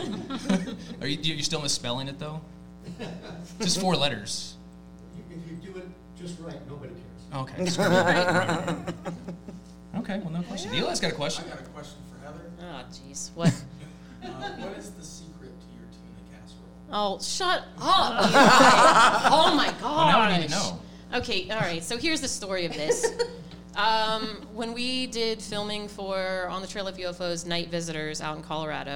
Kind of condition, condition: setting, live audience